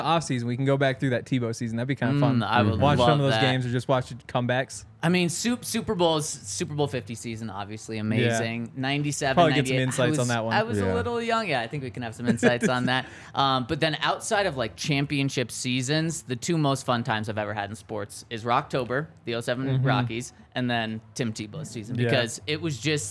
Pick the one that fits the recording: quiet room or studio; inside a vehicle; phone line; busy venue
busy venue